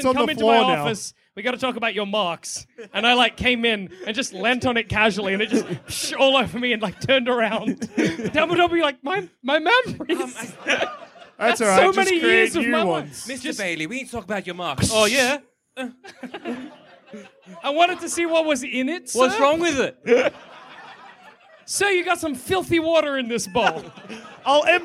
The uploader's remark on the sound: Did a live show. In Sydney.